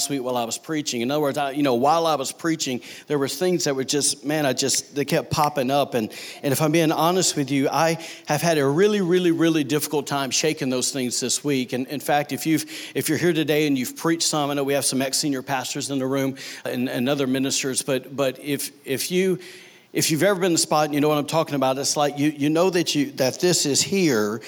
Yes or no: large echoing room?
yes